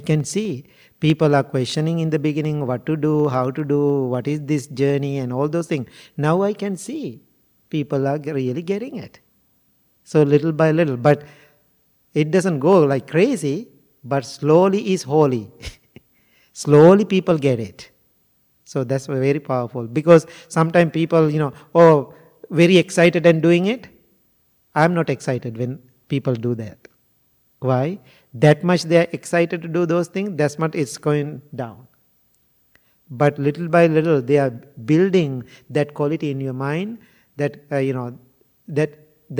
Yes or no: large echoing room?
yes